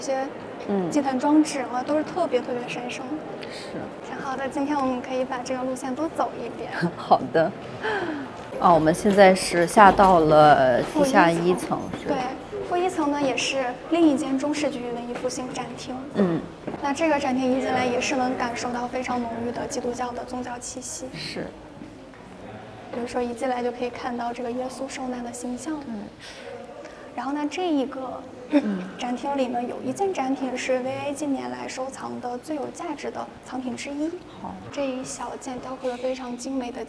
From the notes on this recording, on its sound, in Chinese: 来自伦敦V&A博物馆现场发回的“声音记录”。节目有环境噪音，已尽量处理。